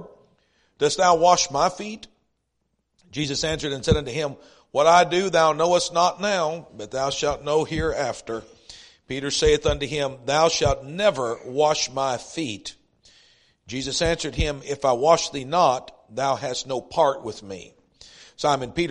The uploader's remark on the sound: East River Baptist Church Revival Service